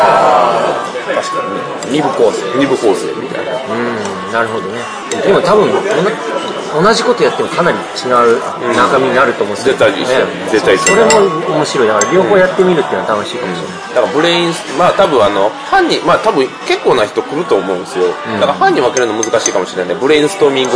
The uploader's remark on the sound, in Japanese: ゲームマーケットで収録。ゲームマーケット2017秋の１日目終了後の打ち上げ会にて。